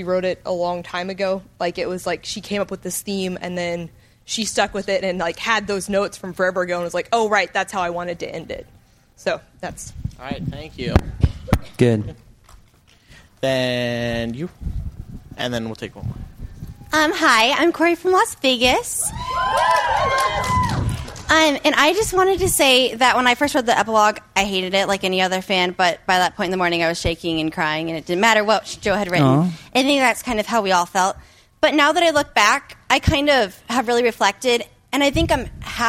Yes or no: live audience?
yes